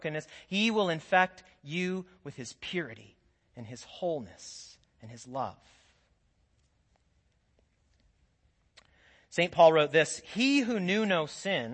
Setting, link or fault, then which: setting, large echoing room